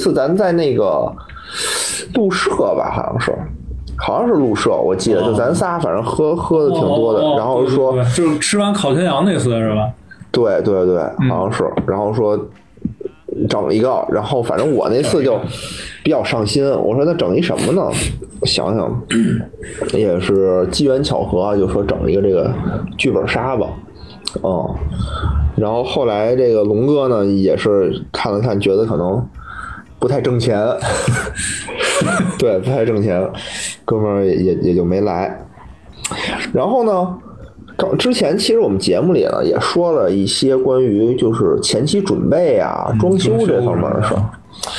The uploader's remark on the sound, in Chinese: 本周加更一期直播节目，音质一般，多担待。